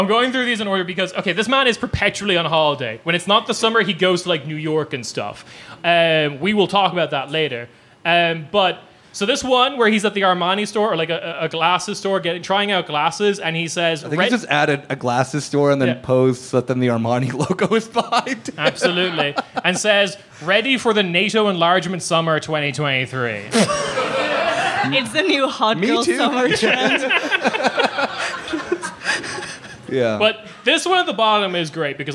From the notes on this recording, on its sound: This was live. Thanks to podfest berlin for putting on the show.